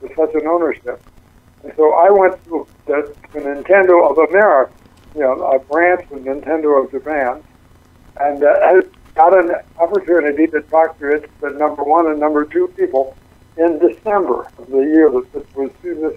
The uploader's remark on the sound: Calls.